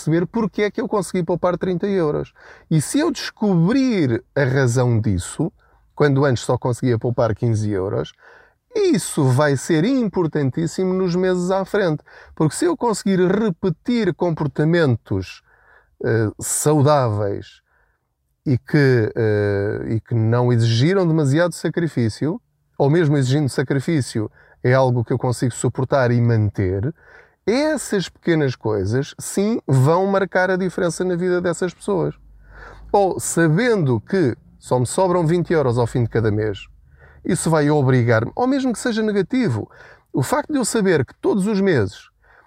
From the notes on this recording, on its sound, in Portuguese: Não ligue aos barulhos da viagem.